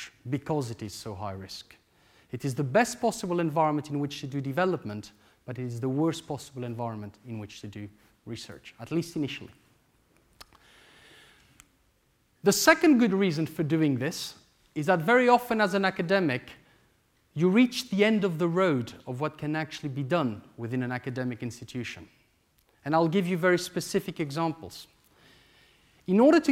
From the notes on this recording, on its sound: This lecture took place at the Saïd Business School, University of Oxford on October 14th, 2014